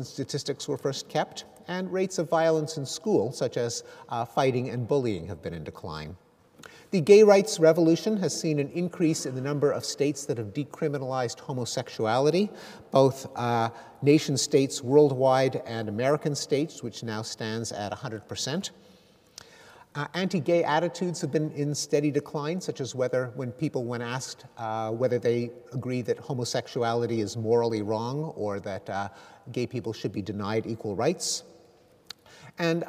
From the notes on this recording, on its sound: Recorded on Wednesday 29 May 2013 at McEwan Hall, the University of Edinburgh.